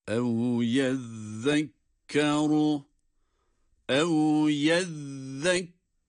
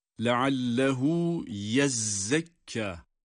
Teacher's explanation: Yezzekkeru kelimesindeki zal harfidir. Dolayısıyla peltek okunmaktadır. · Shown in: first take